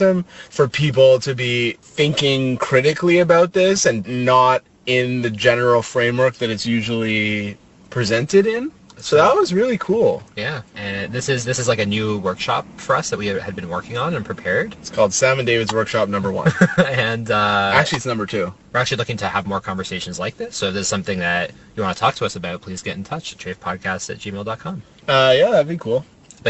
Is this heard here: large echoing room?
no